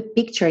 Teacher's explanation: esse t do picture tem um som de ch